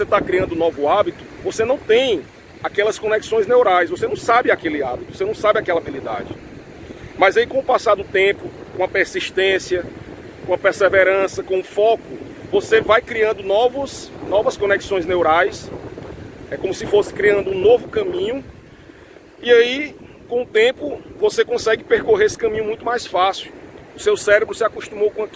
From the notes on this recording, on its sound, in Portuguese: Neste episódio gravado na praia (por isso o ruído do vento).